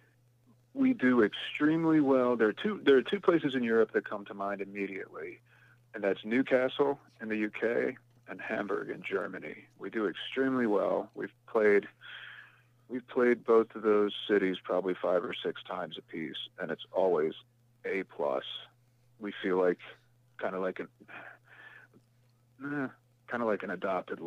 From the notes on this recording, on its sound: Called into The Metal Forge.